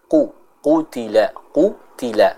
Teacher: huruf qafnya harus dibaca dengan tebal